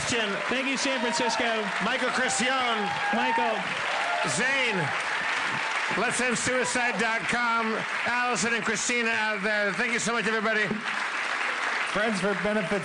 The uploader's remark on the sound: LIVE From SF Sketchfest 2017